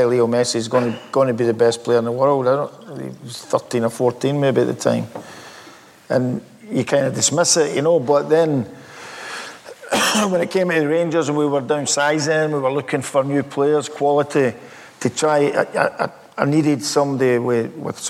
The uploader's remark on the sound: It’s taken from an interview we recorded in front of a live audience in Glasgow.